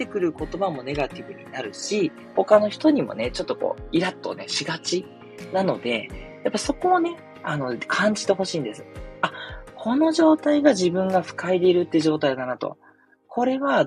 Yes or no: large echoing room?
no